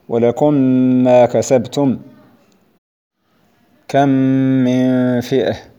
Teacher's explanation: فإذا التقت الميم الساكنة في آخر كلمة مع الميم المتحركة من أول كلمة وجب إضغام الساكنة في المتحركة، فيكون النطق بميم واحدة مشددة يرتفع فيه اللسان ارتفاعة واحدة · Term: إضغاما شفويا